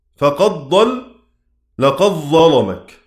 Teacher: ورش هيدغم عند الظاء والضاد · Term: الإدغام